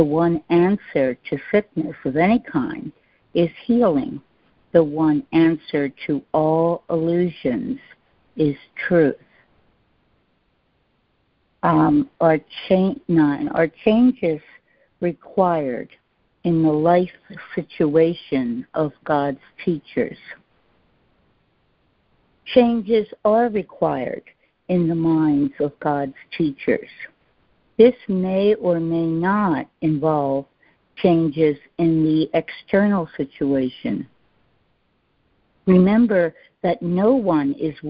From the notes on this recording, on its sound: ACIM Daily Conference Call.